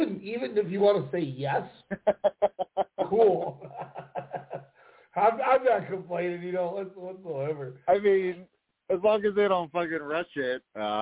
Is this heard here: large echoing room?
no